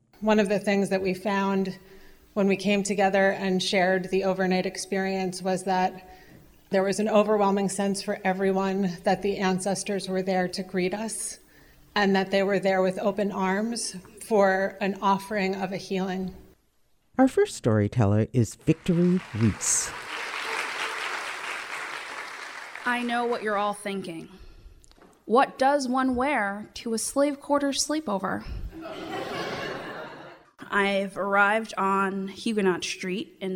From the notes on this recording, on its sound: They perform their monologues before a live audience at the historic Reformed Church of New Paltz.